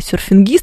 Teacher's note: «серфингист» все-таки ударение на последнюю «и», но и ее, если мы будем писать транскрипцию, знаете, ударение